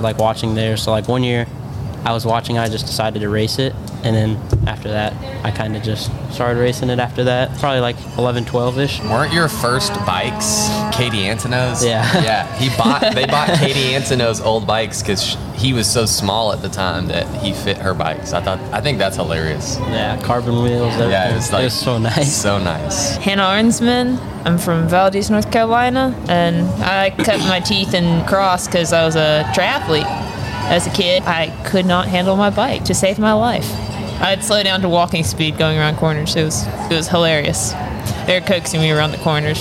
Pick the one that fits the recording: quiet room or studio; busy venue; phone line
busy venue